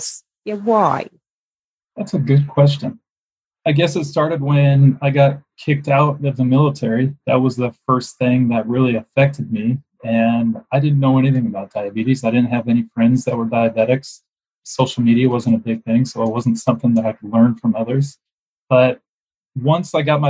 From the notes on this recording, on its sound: This is my first podcast recorded internationally, which I’m very excited about! The sound quality isn’t perfect.